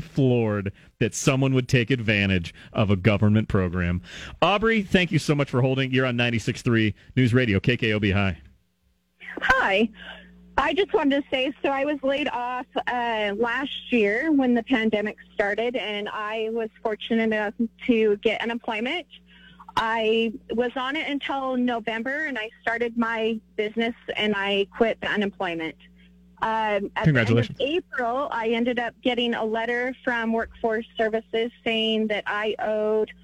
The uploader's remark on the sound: takes your phone calls on News Radio KKOB